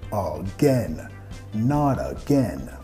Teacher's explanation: Nota que vamos a vincular con la R suave de español, nada, again. También enfatizando la segunda sílaba de again